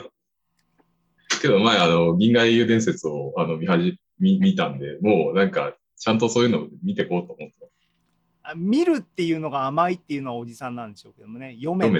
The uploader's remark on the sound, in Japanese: ZOOMライブの模様です。